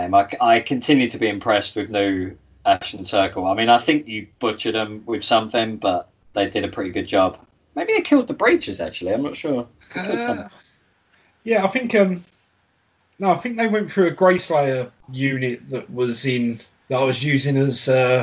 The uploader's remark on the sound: Welcome to the first Skype Episode